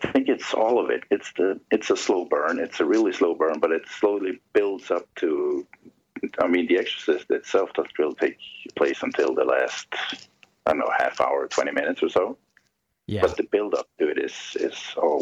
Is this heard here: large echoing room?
no